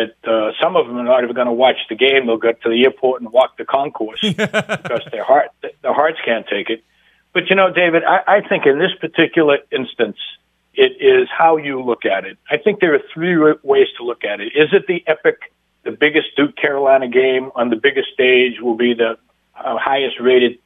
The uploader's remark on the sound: calls in with live updates on the action down at the Final Four